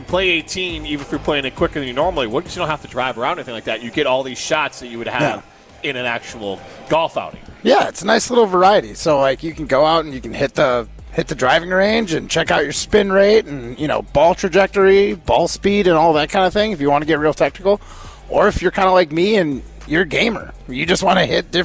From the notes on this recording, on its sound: broadcast live from X-Golf in Middleton